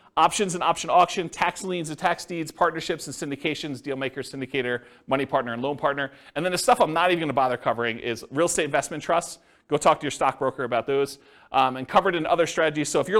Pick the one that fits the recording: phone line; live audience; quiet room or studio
live audience